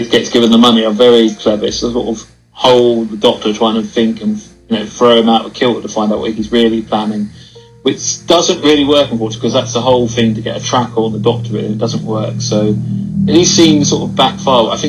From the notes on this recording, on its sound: I apologise that the sound is not great on Waze but didn’t have a microphone then.